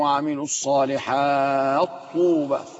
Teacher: التاء لونت مع الطاء على ان هناك ادغام في قراءة ابو عمرو البصري ويوفق ابو يعقوب.